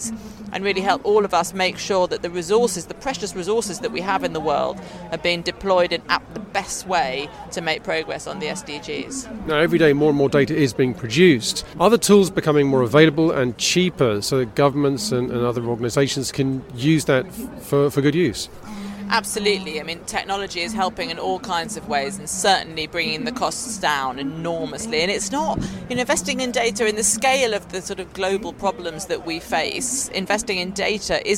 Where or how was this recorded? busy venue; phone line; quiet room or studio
busy venue